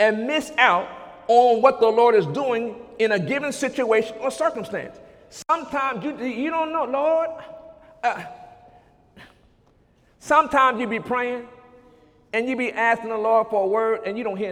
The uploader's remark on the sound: During Sunday morning service on May 21, 2017